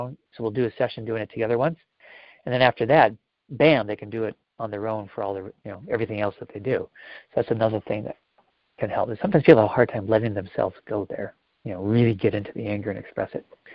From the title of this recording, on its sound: Live Q&A Calls